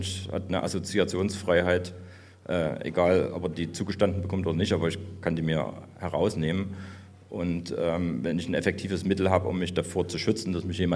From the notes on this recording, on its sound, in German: WBB LIVE aus München. Live vom Bitcoin Block in München.